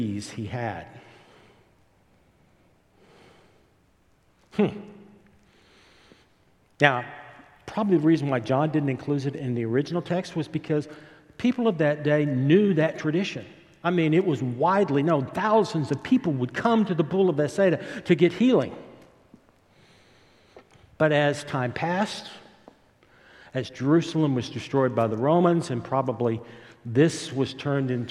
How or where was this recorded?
large echoing room